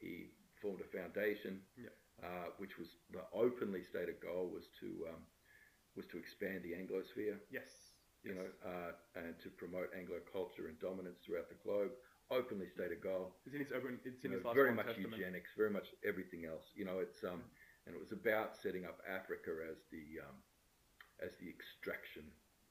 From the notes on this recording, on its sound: Sound for this episode isn't great